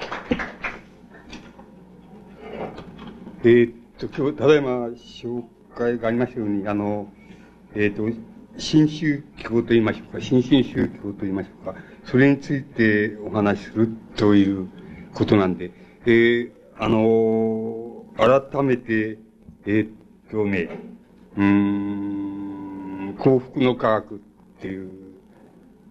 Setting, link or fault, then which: setting, large echoing room